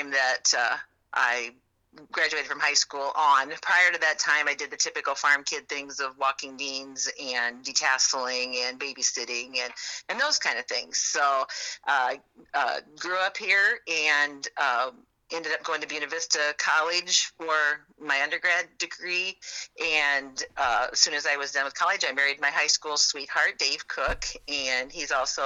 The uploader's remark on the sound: I figured out how to record phone calls!